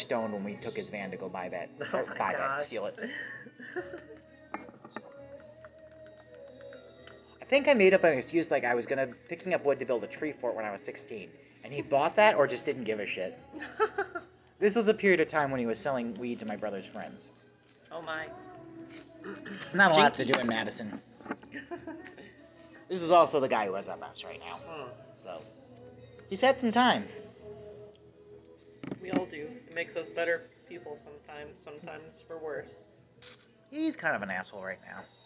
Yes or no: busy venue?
yes